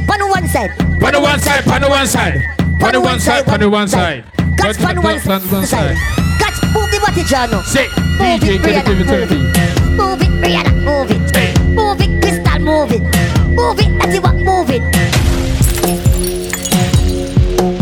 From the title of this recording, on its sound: ROYAL ROOFTOP PARTY LIVE AUDIO